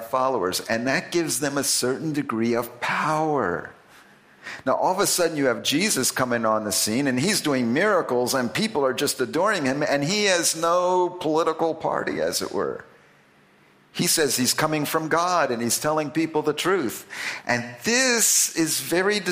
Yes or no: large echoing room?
yes